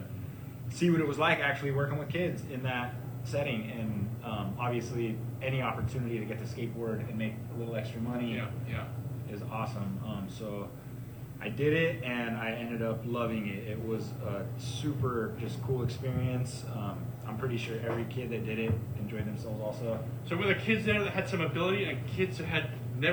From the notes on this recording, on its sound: live at the Santa Cruz Boardroom